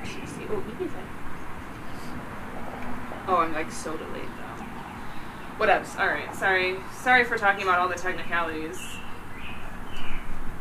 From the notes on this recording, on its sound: WARNING: Recorded outside with a field recorder. Quality is substandard. All the Fucking birds in Michigan.